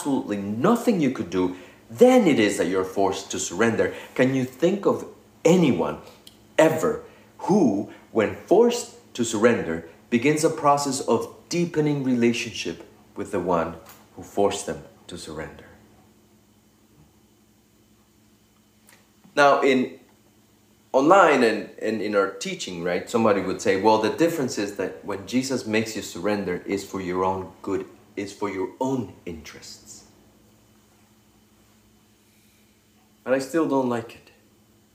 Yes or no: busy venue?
no